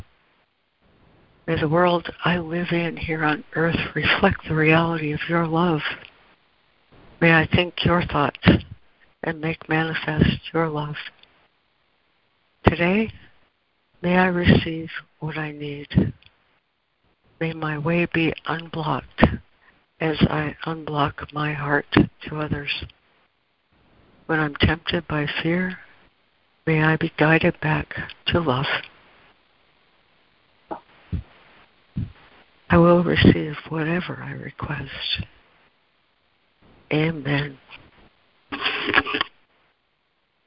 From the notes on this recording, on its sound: ACIM Daily Conference Call